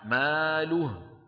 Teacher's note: يكون مد الصلة في الوصل لا غير، فإذا وقفنا نقف بالسكون